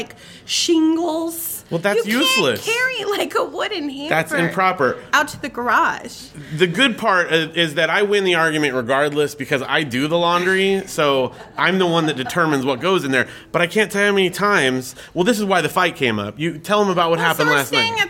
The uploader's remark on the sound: Live From Comic Con Palm Springs. In this special recording in front of a live studio audience.